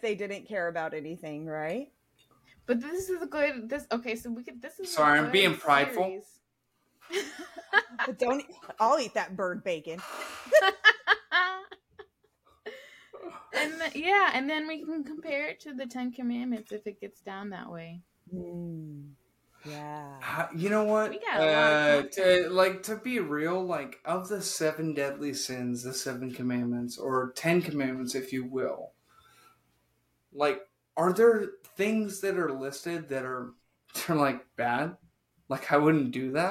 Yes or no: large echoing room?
no